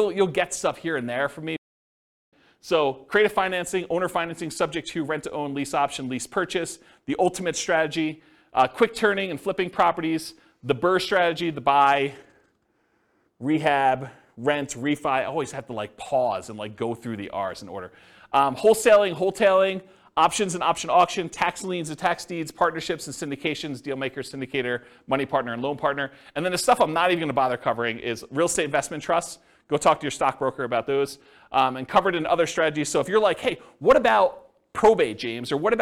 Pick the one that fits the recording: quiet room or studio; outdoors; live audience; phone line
live audience